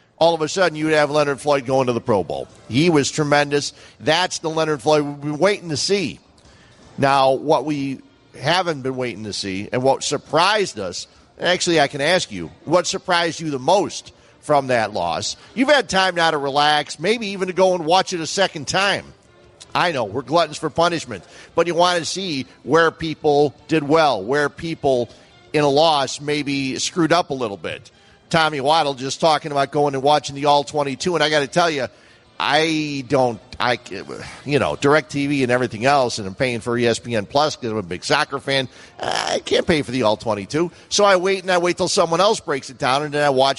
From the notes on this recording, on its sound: ESPN Chicago. Live from Bannerman's Sports Grill.